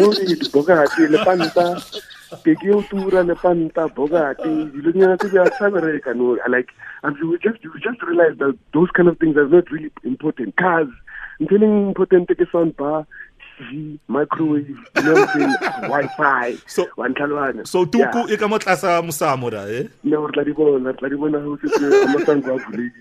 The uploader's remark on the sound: PHONE INTERVIEW